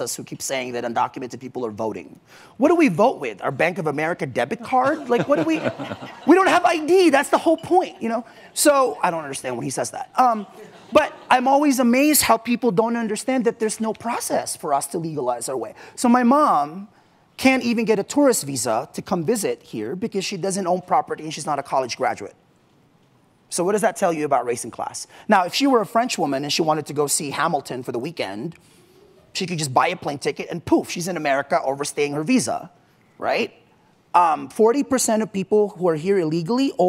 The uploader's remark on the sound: from the Aspen Ideas Festival.